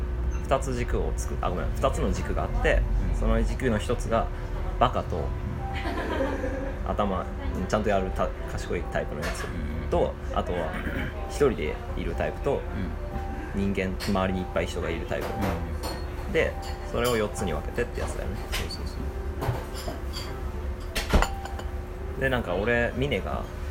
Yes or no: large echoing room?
no